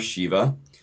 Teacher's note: we typically hear this name pronounced in this manner, Shiva, with a long E sound as the first vowel. But in fact, in Sanskrit, it's something different.